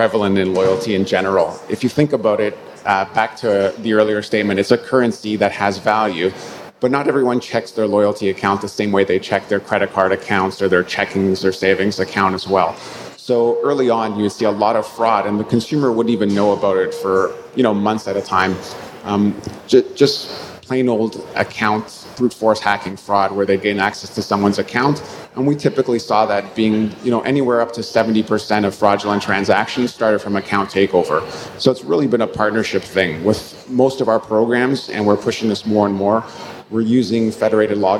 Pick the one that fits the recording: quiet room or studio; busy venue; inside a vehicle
busy venue